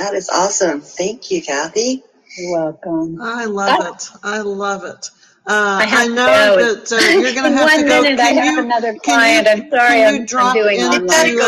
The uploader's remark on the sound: Live Webinar